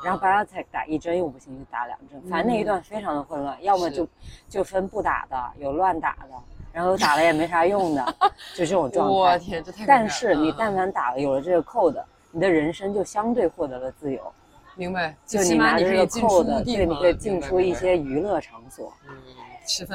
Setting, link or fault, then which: setting, busy venue